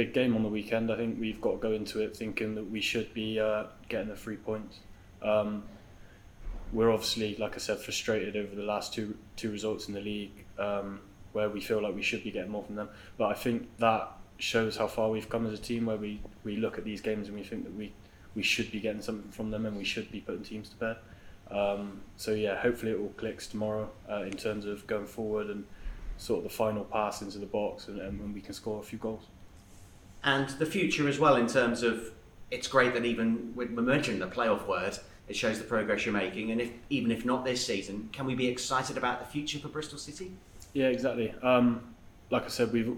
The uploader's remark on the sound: met the media for a pre-match press conference